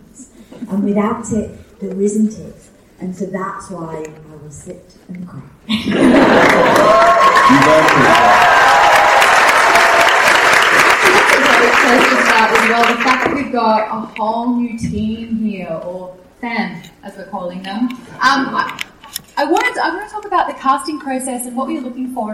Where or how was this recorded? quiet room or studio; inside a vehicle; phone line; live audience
live audience